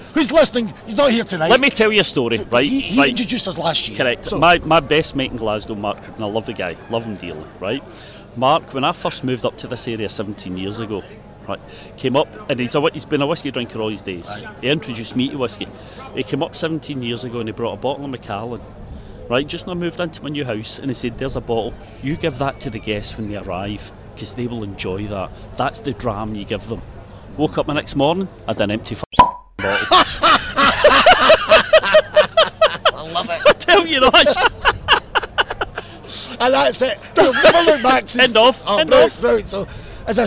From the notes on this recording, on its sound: It’s The 2023 Spirit of Speyside Festival. A very special podcast from the heart of the action from The Opening Gala Dinner via Tamdhu to The Friday Night Ceilidh.